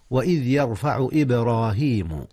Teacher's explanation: قلقلة الباء وهي ساكنة، إذ هي من أحرف القلقلة.